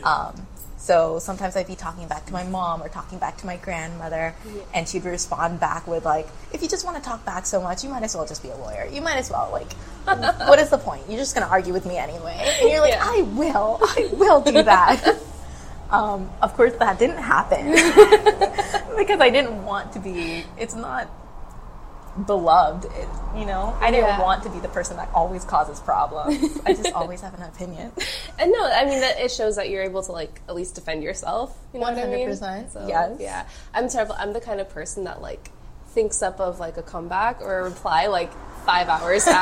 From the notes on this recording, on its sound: Recorded at Boomtown Coffee, Houston Heights.